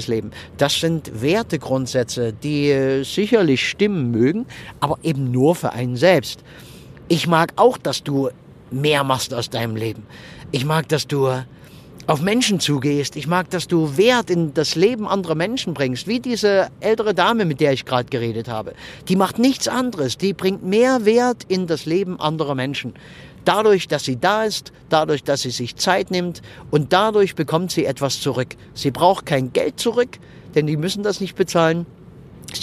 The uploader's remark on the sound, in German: Und wenn ich mit meinem Aufnahmegerät am Straßenrand im Auto sitze, wenn ich während der Autofahrt aufnehme oder sonst irgendwie, dann ist die Aufnahmequalität etwas gemindert. Manchmal kannst du hier auch eine Rede mithören.